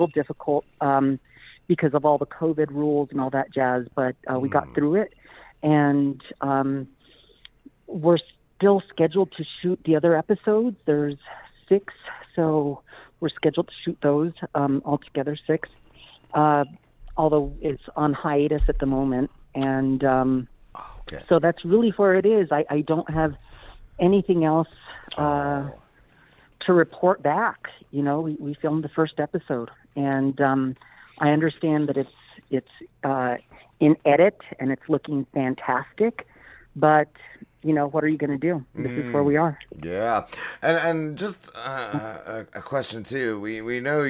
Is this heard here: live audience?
no